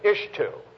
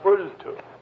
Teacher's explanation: A sibilant before a dental becomes an L.